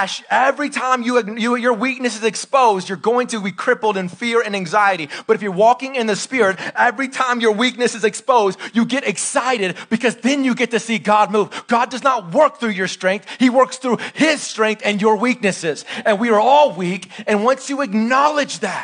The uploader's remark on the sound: Live sermon recorded 26-September-2021 .